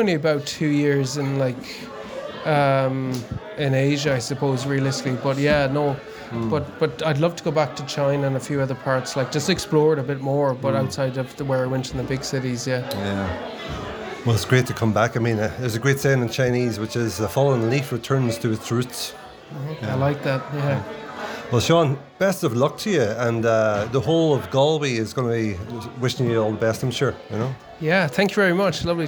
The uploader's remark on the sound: a recording from the Galway Bay Cycling Club's Christmas Party in December 2023